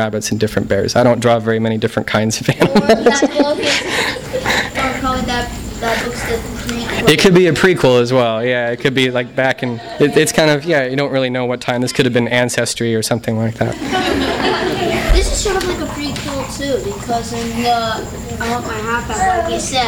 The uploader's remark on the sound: THIS EVENT WAS RECORDED LIVE AT SKYLIGHT BOOKS